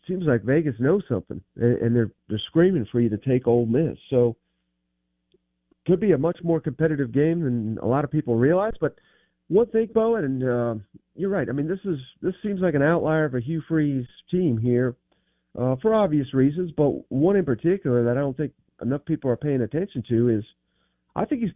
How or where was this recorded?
phone line